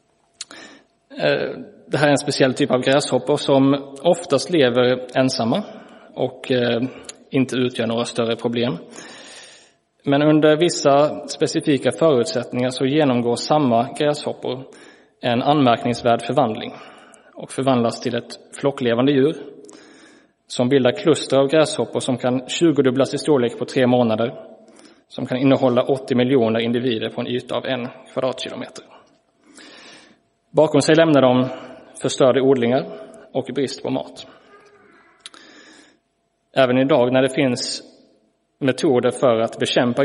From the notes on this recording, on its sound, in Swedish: Inspelad i Roseniuskyrkan den 22 januari 2023.